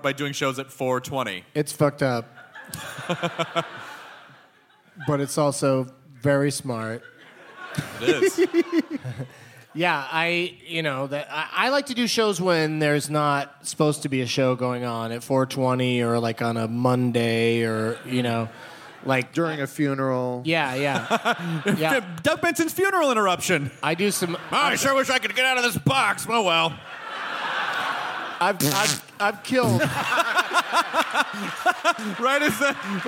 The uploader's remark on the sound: It's the Nerdist live from the Twin Cities!